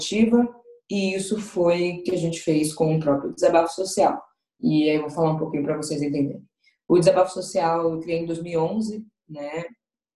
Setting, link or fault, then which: link, video call